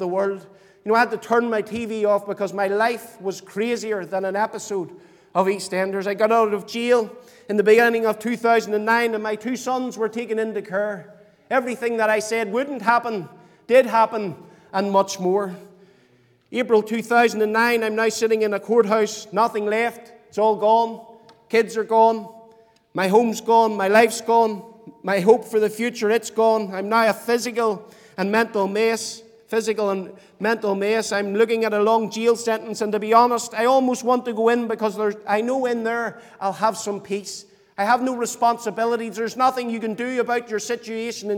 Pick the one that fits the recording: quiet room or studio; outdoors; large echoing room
large echoing room